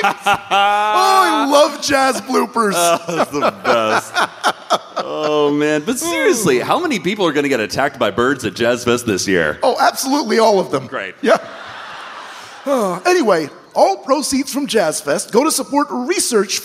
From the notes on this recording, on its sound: An excerpt from our latest live show recording